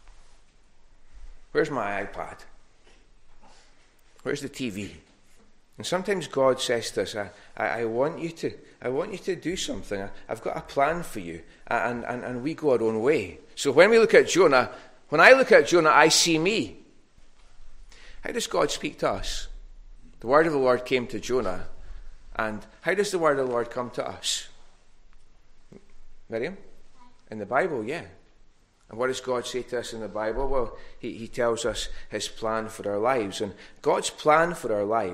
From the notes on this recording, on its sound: recorded at North Harris Free Church on the morning of Sunday 26th June 2022